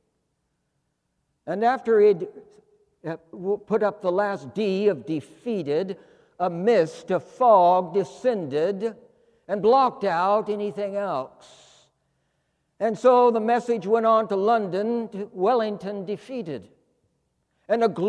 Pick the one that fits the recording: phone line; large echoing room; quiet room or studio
large echoing room